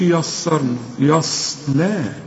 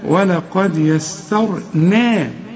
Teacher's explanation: فخم الراء بس ورقق النون · Shown in: second take